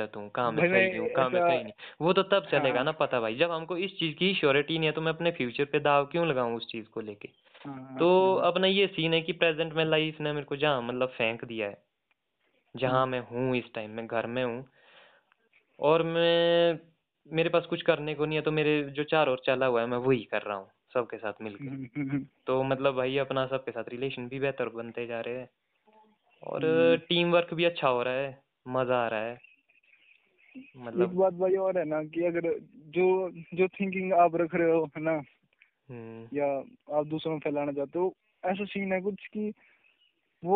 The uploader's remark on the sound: A phone call talk